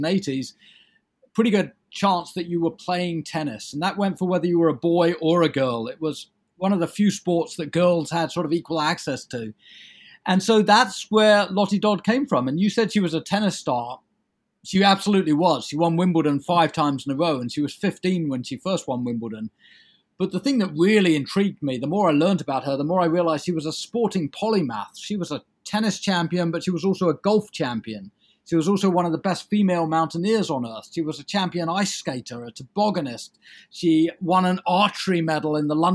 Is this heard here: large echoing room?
no